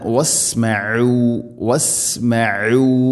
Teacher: ഐൻ തൊണ്ടയുടെ മധ്യഭാഗമാണ് മഖ്റജ് അഥവാ അക്ഷരം പുറപ്പെടുന്ന സ്ഥലം